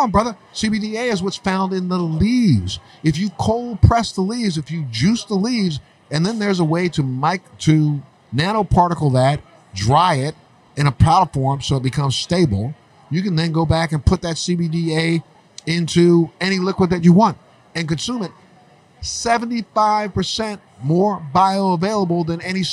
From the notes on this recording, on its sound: at the NECANN cannabis conference in Boston, MA